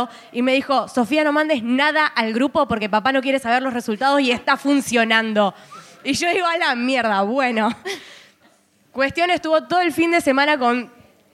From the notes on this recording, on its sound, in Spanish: ¡ES EL SEGUNDO BARLEY EN VIVO! Grabado en vivo desde Zapata, en la ciudad de Rosario. ¡Muchas gracias a toda la gente que asistió, escuchó y se rió con nosotros!